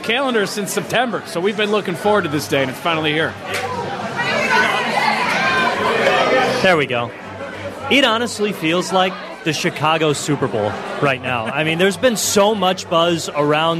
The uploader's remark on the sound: Live from The Barn Hockey Bar. Live from The Barn Hockey Bar.